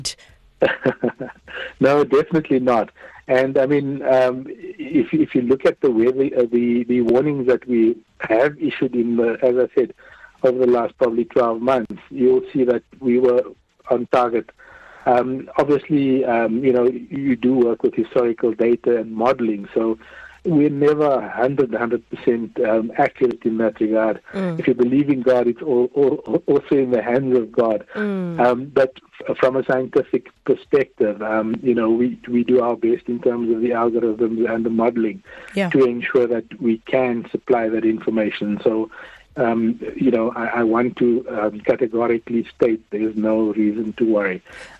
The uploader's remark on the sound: decided to phone SA Weather Services CEO